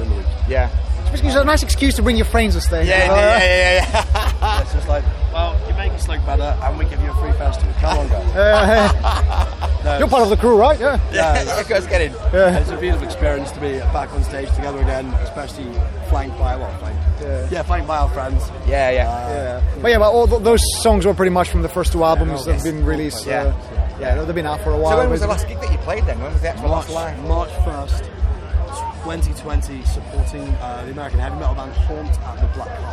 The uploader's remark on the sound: at this years Bloodstock Festival after their superb set on the Sophie Stage